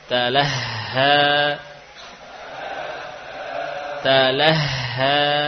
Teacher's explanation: huruf ha ini punya sifat khafa, ya, khafa yang lirih suaranya